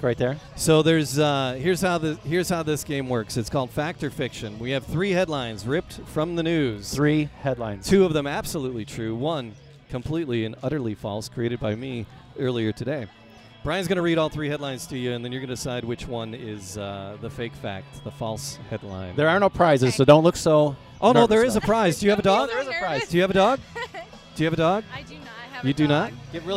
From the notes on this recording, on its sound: Animal Talk Live At A Porch Party. Live at M-Brew in Ferndale.